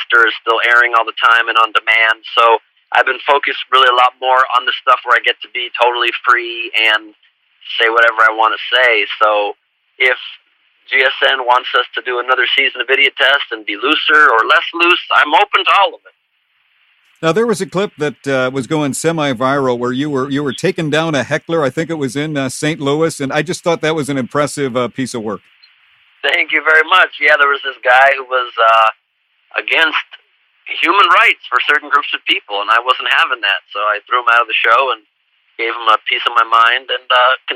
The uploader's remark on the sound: Called in for our end of the year program to share some personal highlights of the past year.